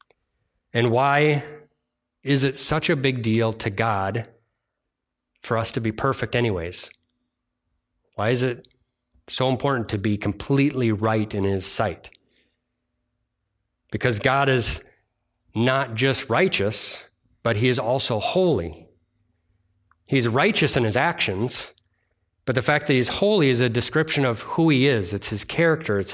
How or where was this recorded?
large echoing room